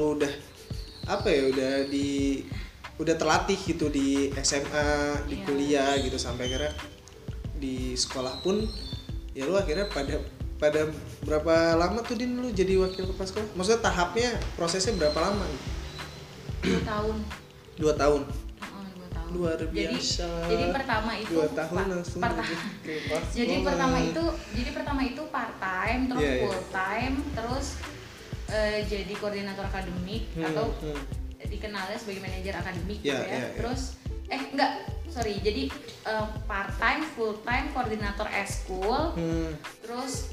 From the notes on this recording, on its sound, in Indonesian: Maaf jika masih banyak noise.